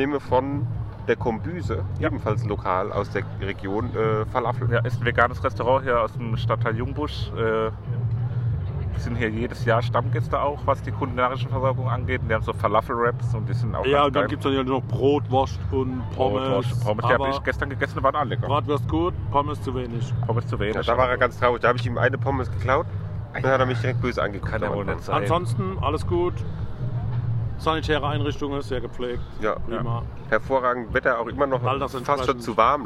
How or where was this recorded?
busy venue